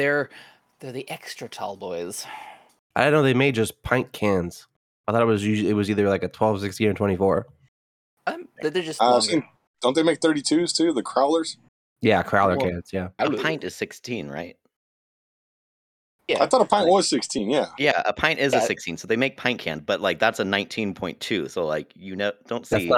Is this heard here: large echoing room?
no